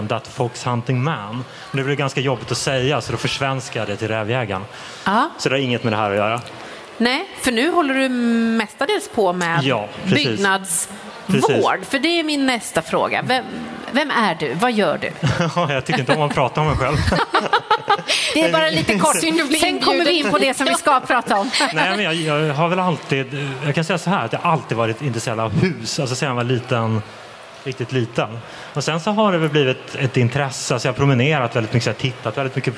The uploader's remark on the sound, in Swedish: Vi livepoddar från Bo&Byggmässan! Livepoddar vi för första gången i våra liv! Inför publik!